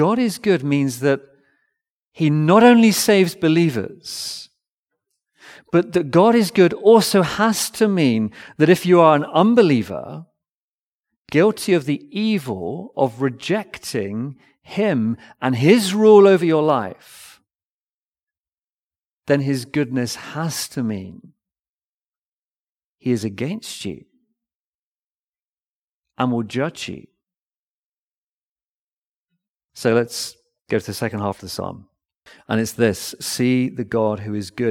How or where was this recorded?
large echoing room